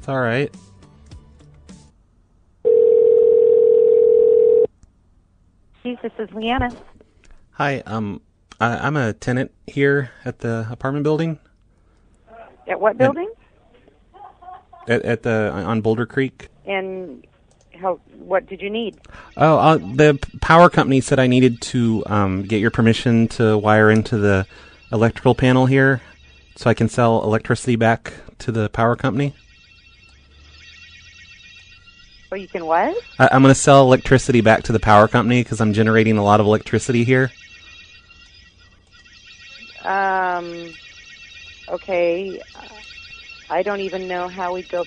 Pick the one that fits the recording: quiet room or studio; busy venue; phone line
phone line